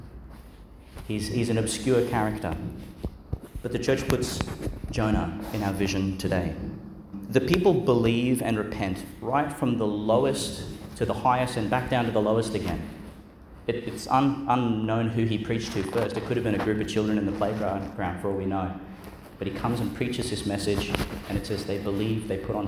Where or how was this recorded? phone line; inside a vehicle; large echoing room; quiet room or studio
large echoing room